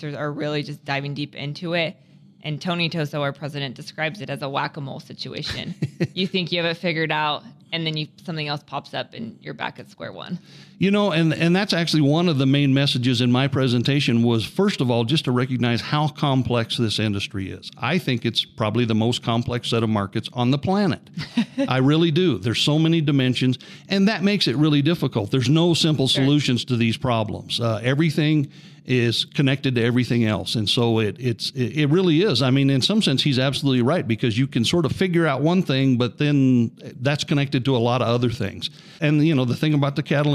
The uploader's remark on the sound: Recording from the 105th CCA/CCW Convention